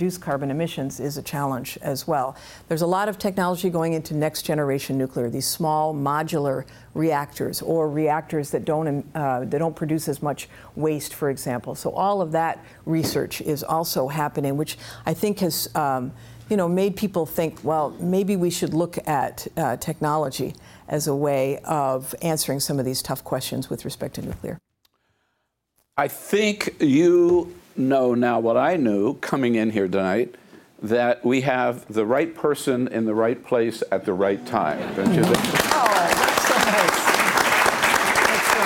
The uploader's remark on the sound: Before a live audience at the Hill Center on Capitol Hill.